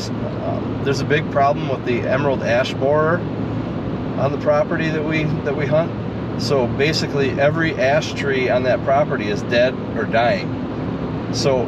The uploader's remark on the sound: Driving home from a week long Canada fishing trip